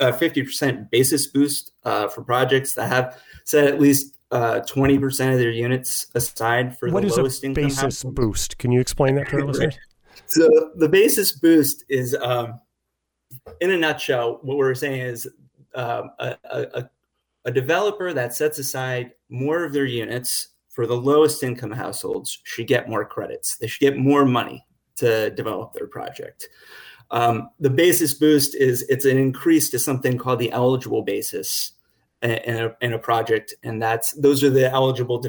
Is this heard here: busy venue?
no